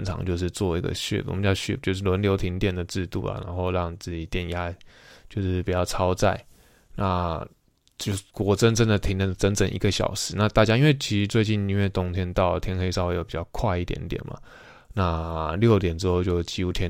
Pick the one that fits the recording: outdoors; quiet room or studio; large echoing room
quiet room or studio